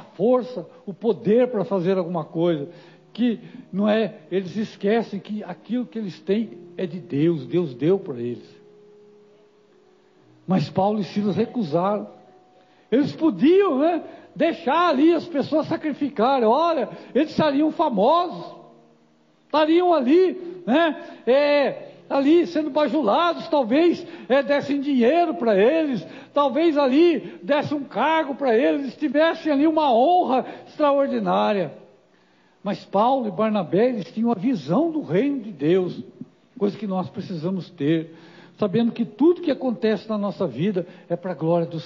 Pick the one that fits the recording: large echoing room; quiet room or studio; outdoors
large echoing room